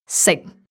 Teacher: So that's our almost silent glottal stop.